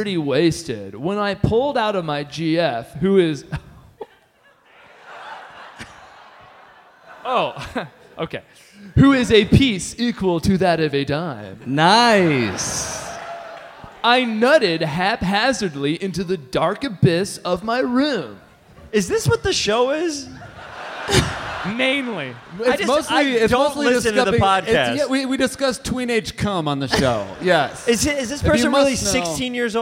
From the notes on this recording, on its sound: Live from Thalia Hall in Chicago. HeadGum Live.